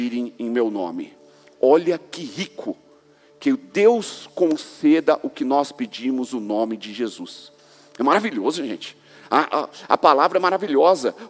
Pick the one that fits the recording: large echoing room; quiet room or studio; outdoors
large echoing room